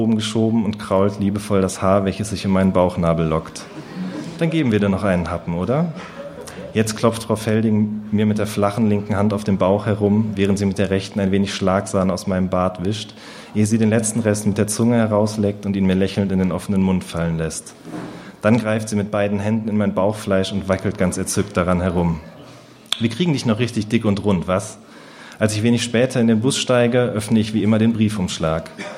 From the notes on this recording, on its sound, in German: Aufgezeichnet wurde bei Kabeljau&amp;Dorsch, einer berliner Lesereihe für junge Literatur.